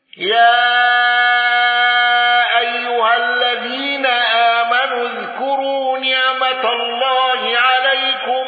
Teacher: ابن ذكوان بالسكت على المفصول